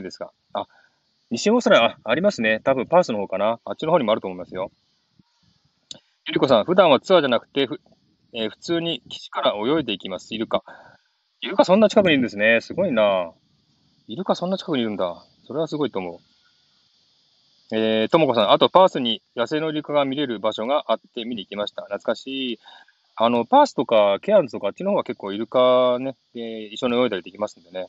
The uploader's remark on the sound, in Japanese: ウォーキングライブ。シドニー #オーストラリア #ウォーキング。